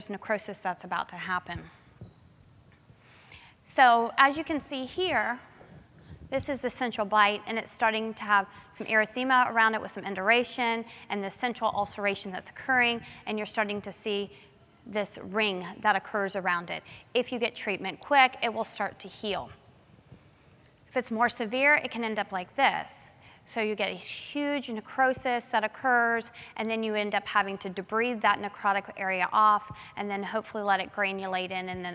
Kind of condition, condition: setting, busy venue